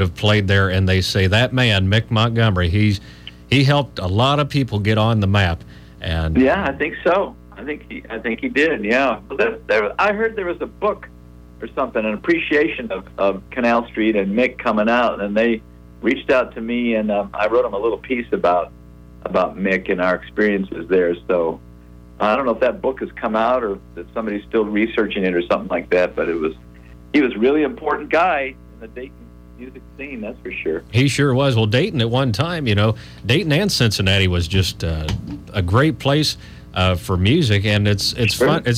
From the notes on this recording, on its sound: We had two members of the band call in to The Chubby Howard Show